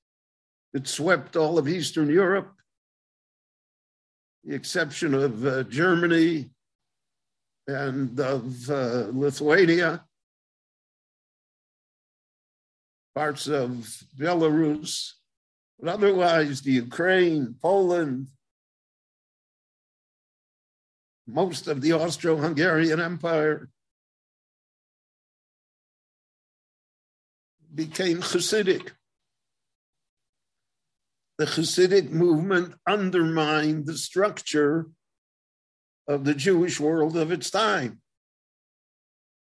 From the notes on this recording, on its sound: gave a LIVE zoom lecture in Israel